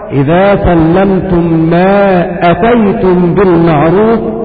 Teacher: ومعنى هذا في قوله تعالى إذا سلمتم ما آتيتم بالمعروف، قرأها ابن كثير المشار إليه بالدال من دلا، قرأ إذا سلمتم ما أتيتم بالمعروف بقصر الهمزة وحذف الألف